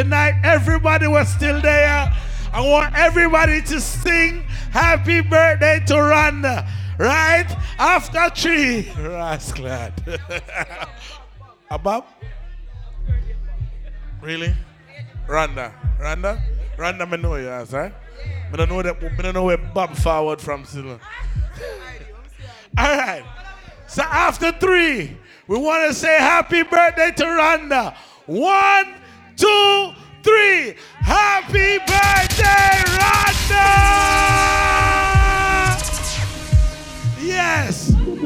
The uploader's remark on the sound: LIVE AT REFILL TUESDAYS IN THE BRONX